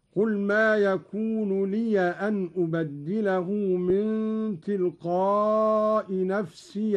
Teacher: قرأ قالون بفتح الياء من لي أن نفسي إن إني أخاف هكذا